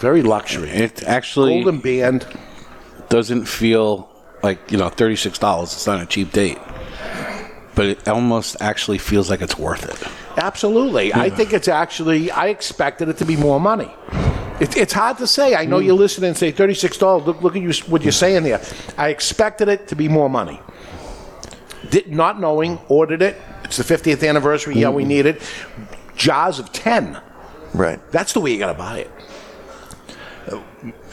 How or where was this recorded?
live audience